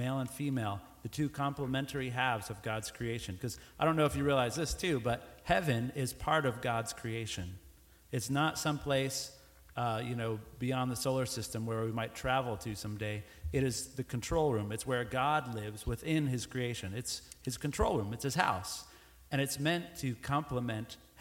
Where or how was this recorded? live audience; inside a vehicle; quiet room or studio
live audience